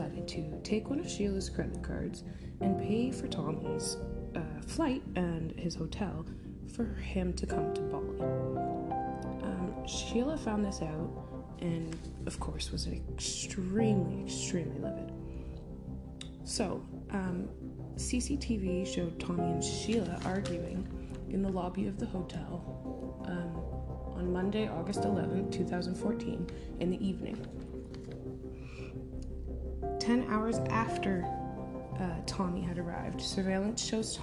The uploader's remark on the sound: Don't mind the background noise, it's my family lol